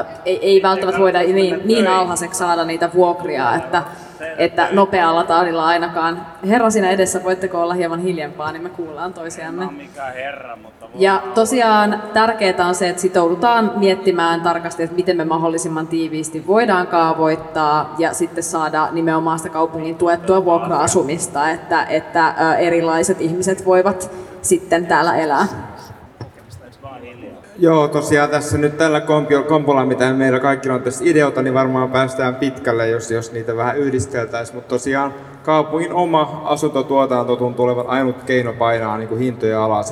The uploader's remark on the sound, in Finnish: Valtuustopuolueiden paneelikeskustelu kaupungin kehitykseen liittyvistä aiheista pidettiin Helsinki-päivänä 12.6.2018 Narinkkatorilla. Helsingin Lähiradio 100,3 MHz.